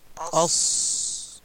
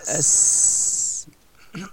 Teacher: معتدل اللسان يكون معتدلا في الفك السفلي أما من ناحية الصاد يكون الجزء الخلفي للسان مستعل عال والجزء الأمامي للسان منخفض لذلك يخرج مستعليا ويخرج مفخما · Shown in: first take